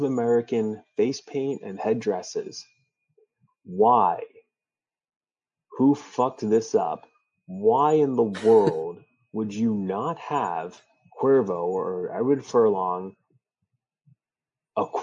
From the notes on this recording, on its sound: We record using Squadcast.